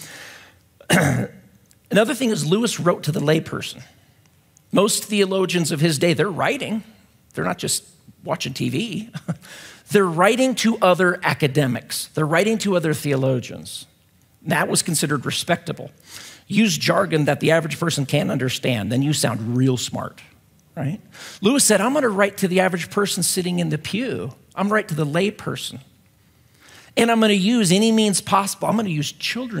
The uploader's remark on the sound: at Timberline Church